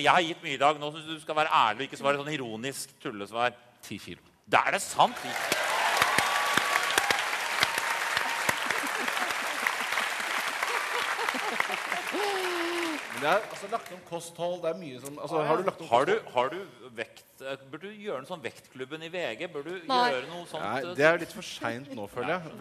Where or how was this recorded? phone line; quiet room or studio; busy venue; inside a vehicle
busy venue